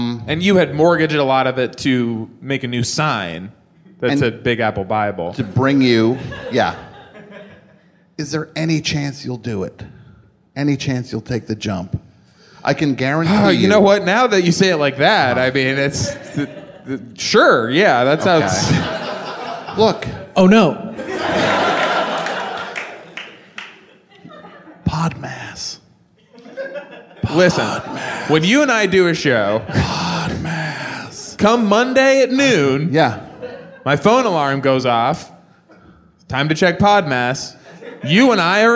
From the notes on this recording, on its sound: appear in front of a live audience